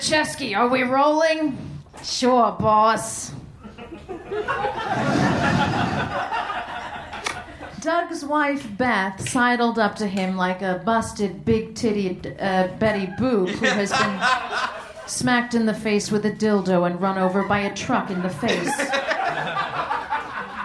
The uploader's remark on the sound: Recorded live at The Virgil in Los Angeles.